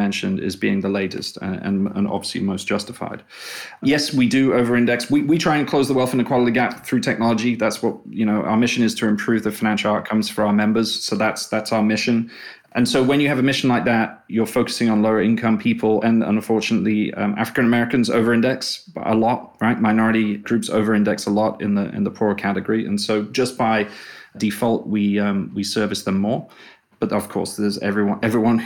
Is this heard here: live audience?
no